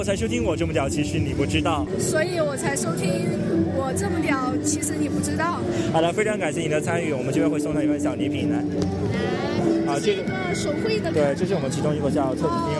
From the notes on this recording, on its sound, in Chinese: 本次为大家带来的是我们本地ComicHope06同人展的现场采访活动。